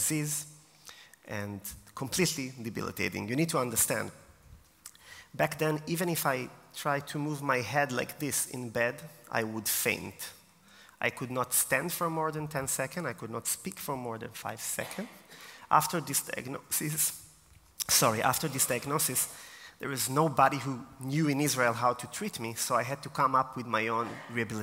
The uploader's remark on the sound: Taken from my keynote at DisAbility Confidence Day 2023 in Vienna.